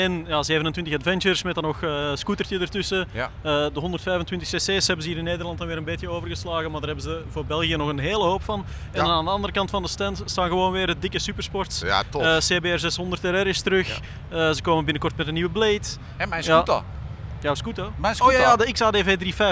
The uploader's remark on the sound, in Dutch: Motorbeurs Utrecht Special! Live opgenomen op Motorbeurs Utrecht 2024.